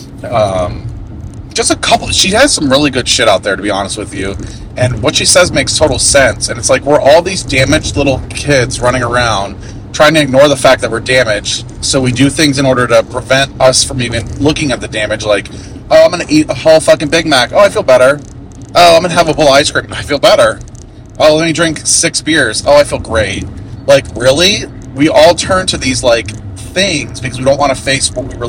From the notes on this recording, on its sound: Audio is a little rough.